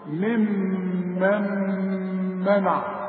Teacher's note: الميم الأولى مقصورة، الميم الثانية عليها الشدة، شدة وفتحة، إذا تغن لأنها اثنين ميم. وبعدين عندي غنة بتاعت النون الساكنة اللي بعدها ميم كمان لأنها إدغام، النون بتخش في الميم